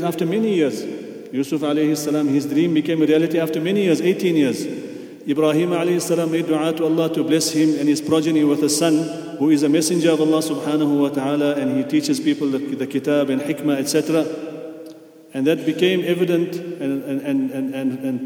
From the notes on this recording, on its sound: at the Houghton Masjid (West Street)